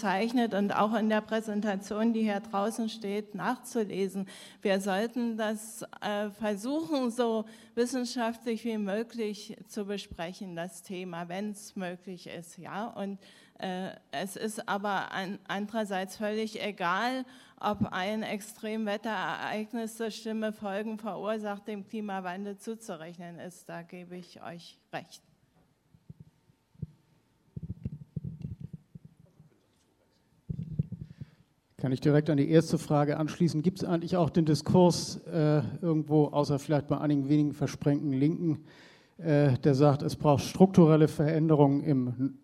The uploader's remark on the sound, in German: Bei der Konferenz «Auf der Flucht vor humanitären Krisen» vom 3. Berlin.